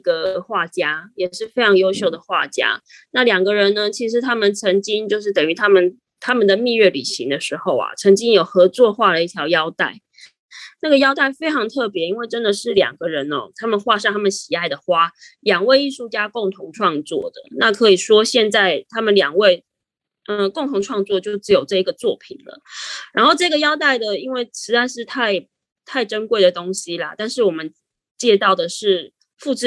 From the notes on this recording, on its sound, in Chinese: 本集採線上錄製